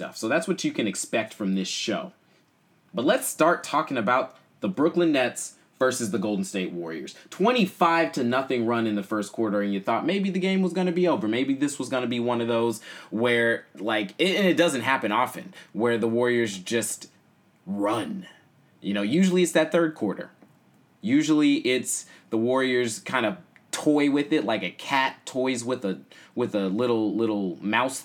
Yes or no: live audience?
no